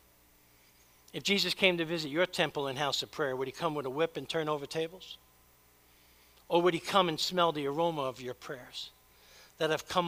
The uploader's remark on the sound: preached at Church of the Savior